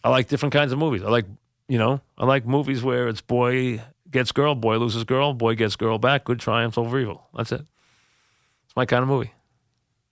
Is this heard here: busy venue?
no